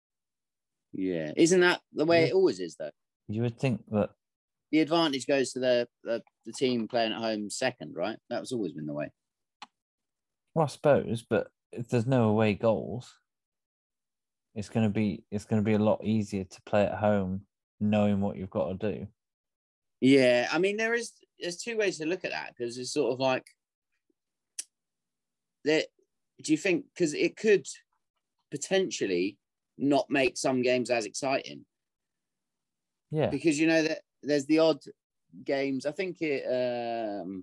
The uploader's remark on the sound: There's glitchy sound